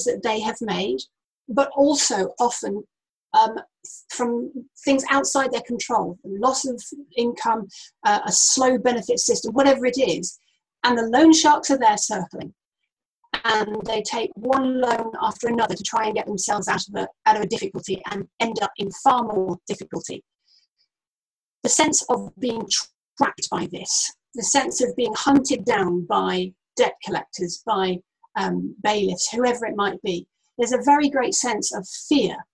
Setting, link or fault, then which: link, video call